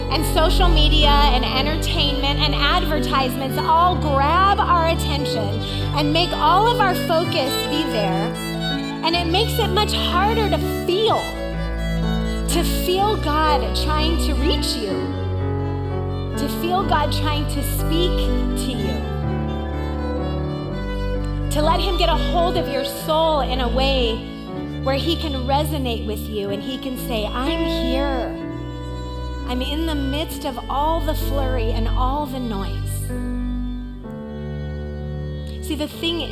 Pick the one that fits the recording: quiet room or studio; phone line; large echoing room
large echoing room